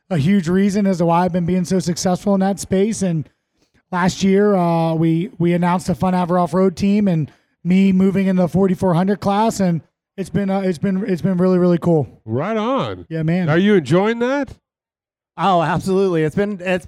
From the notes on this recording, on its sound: From the Shell Pioneering Performance Stage at SEMA 2019. Rock the Shell Pioneering Performance LIVE stage at the SEMA Show in Las Vegas.